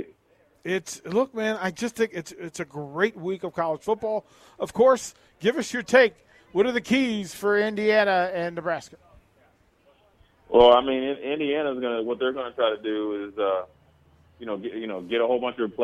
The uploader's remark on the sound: Nebraska Football Talk Live from Barry's